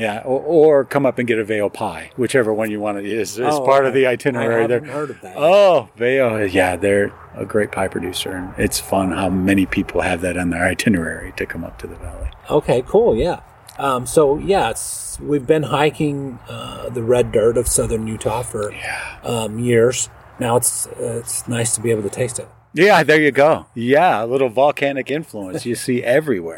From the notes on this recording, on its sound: We’re coming to you from the Bold and Delaney Vineyard in Dammeron Valley just outside St.